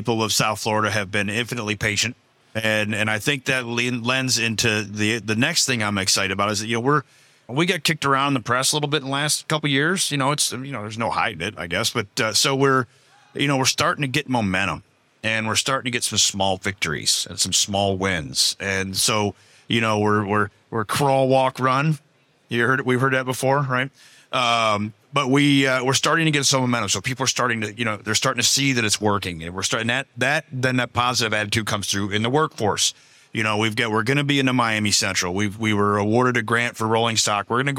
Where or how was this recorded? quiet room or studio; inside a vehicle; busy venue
busy venue